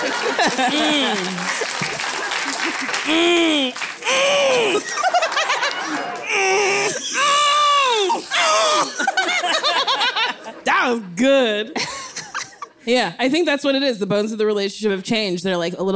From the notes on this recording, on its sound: Live shows are back! Live at the Largo. Lots of audience questions.